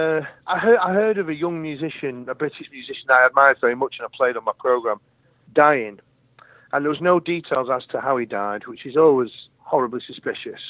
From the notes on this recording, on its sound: phoned